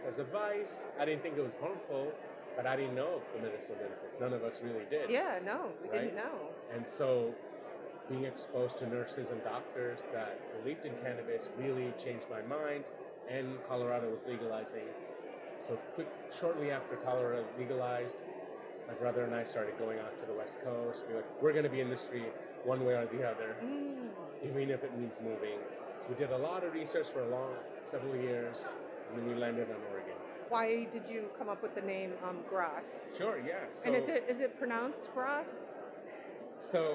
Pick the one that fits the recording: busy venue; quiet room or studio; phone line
busy venue